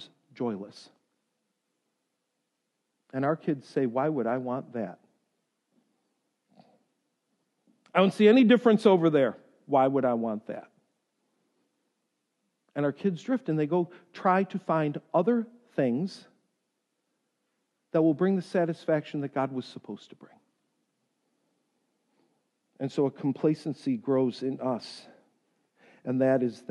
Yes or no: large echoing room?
yes